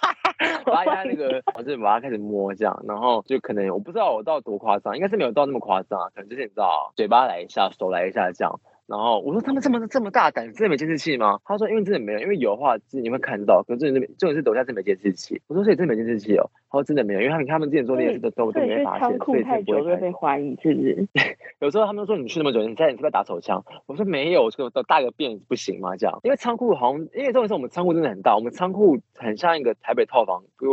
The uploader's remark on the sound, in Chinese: 麻辣DoReMi首次嘗試遠距錄音。所以音質會有點跟往常不太一樣 有點像在跟朋友講電話的感覺～～ 下集之後就會回歸正常！